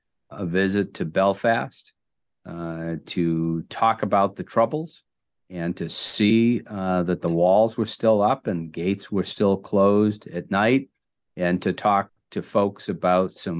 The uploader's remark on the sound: Via the Zoom conference bridge.